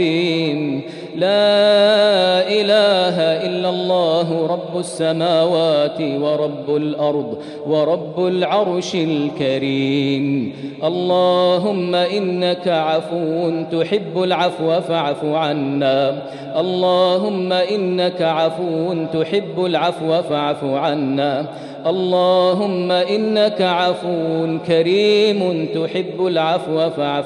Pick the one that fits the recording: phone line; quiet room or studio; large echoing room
large echoing room